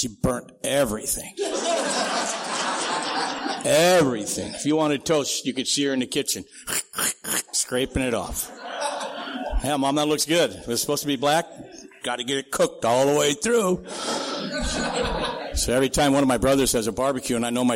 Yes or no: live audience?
yes